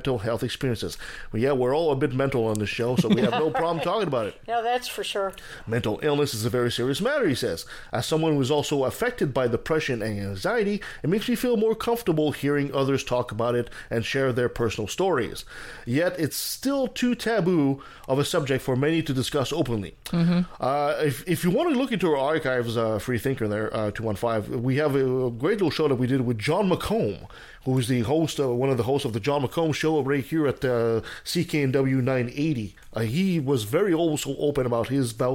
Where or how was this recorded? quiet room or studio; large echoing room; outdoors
quiet room or studio